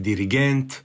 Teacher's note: naglasci dirigent kada je na zadnjem slogu, sako kada je na zadnjem slogu